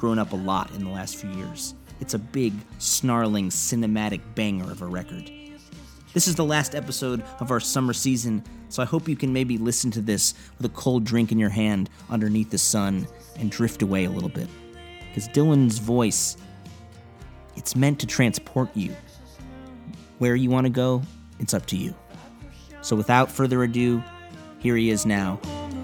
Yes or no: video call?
no